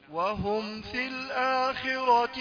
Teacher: وهم في الميم اظهرتها · Term: إظهار